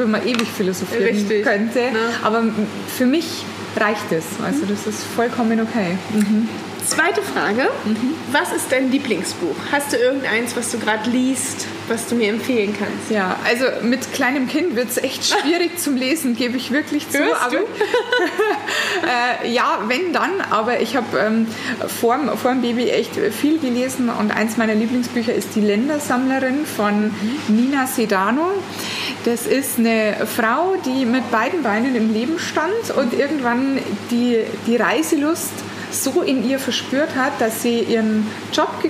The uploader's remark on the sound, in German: Das Interview durften wir deshalb im Regensburger Sticky Fingers führen. Wundert euch nicht über die Hintergrundgeräusche.